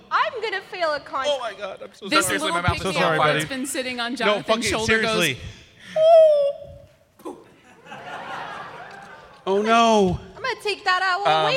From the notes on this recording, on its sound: RTX 2017 Live Game. The audio from our 2017 RTX live D&D panel!